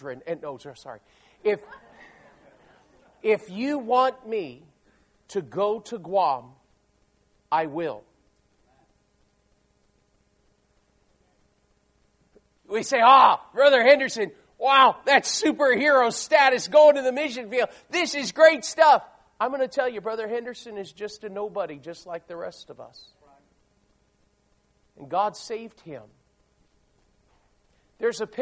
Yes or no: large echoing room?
yes